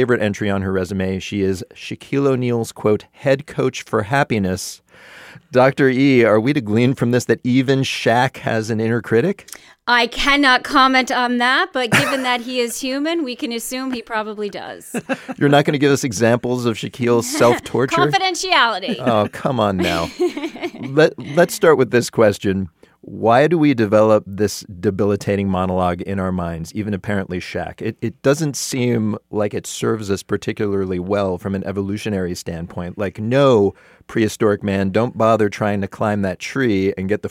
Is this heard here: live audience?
no